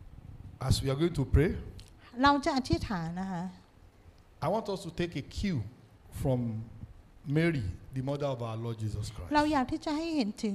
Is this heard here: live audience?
yes